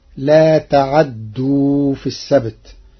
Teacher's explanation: قرأ ورش كلمة لا تعدوا بتحريك العين مفتوحة وتشديد الدال فتصير لا تعدوا في السبت، وأصله تعتدوا.